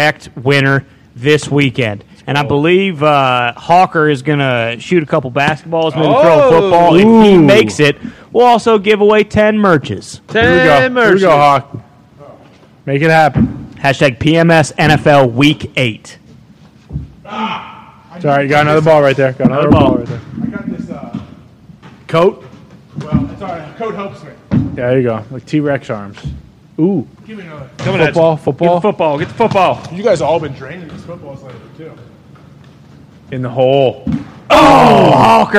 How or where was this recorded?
busy venue